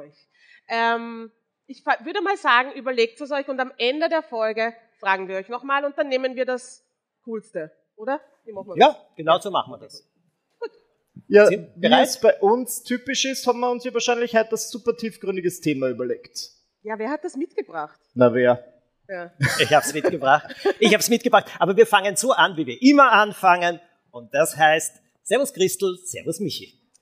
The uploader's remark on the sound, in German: LIVE vom Ö3-Podcastfestival. Direkt aus dem Livepublikum wurde das Wort der Woche quasi auf die Bühne geworfen.